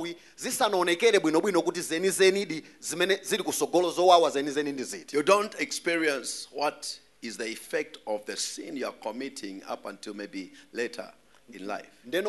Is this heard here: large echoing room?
yes